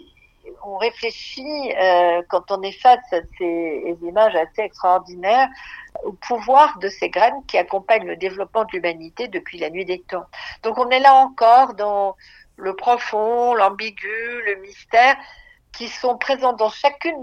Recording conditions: phone line